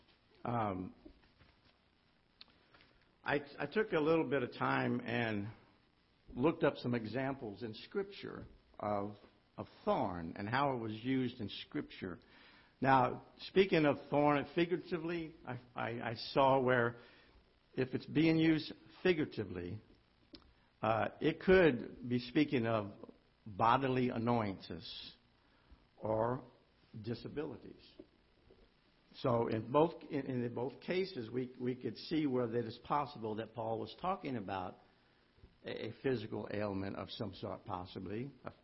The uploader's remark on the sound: Ketha Heights Baptist Church ~ Live Broadcast